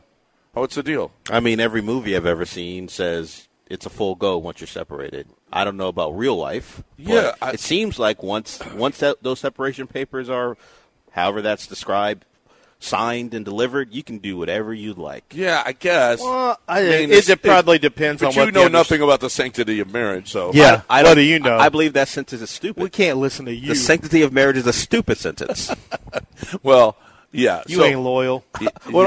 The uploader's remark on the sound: LIVE from East River 9!